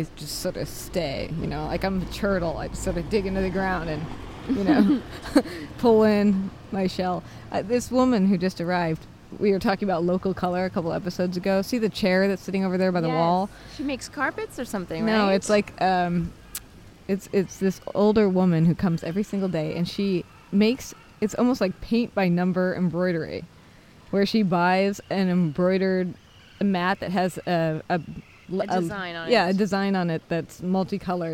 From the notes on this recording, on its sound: walking the streets of Trastevere at dawn